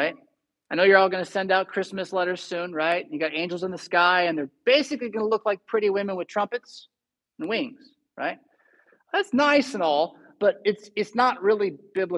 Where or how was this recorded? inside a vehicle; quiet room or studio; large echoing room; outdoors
large echoing room